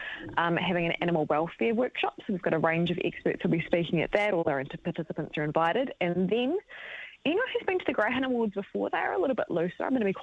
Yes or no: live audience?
no